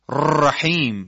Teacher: را لرزشیه و در تجوید مقبول نیست